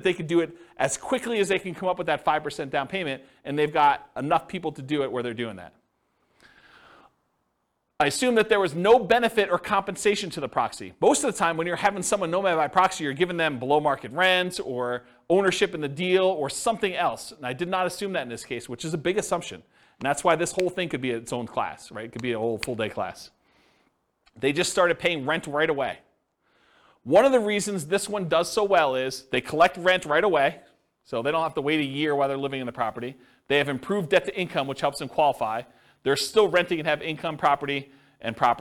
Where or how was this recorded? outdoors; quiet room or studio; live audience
live audience